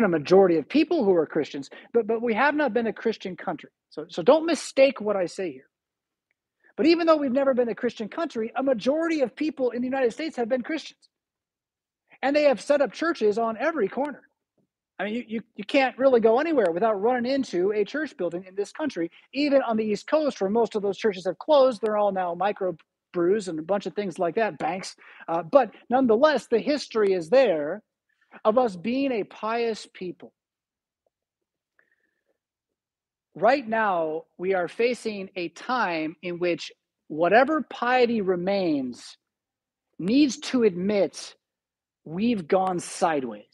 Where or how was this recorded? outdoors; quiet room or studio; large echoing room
large echoing room